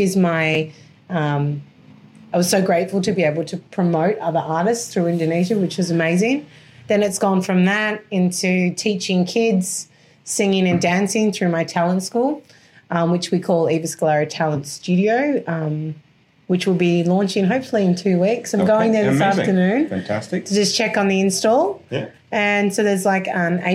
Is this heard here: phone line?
no